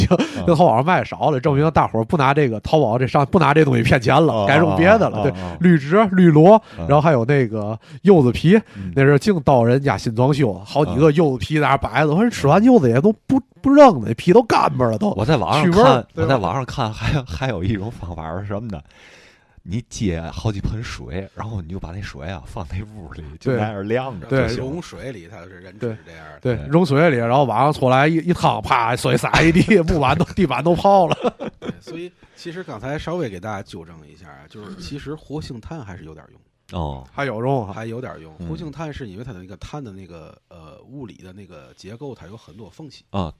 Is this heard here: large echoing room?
no